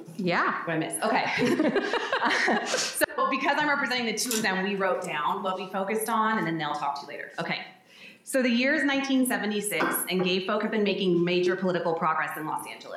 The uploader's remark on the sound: Q&A with our live audience